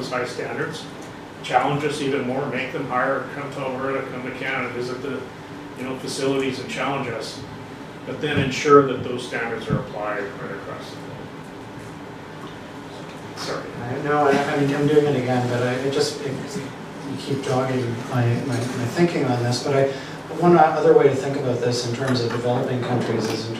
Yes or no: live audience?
yes